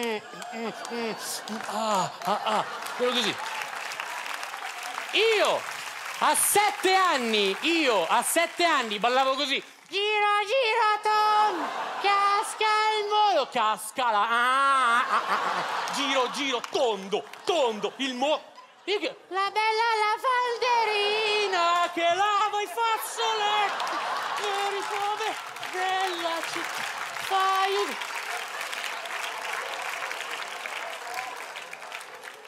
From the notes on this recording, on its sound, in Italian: Registrato al Teatro Manzoni di Milano